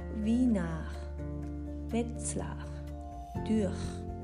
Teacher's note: 普通の喋り言葉だとこの辺の最後の R はもう全然巻かないんですけども · Term: 短い R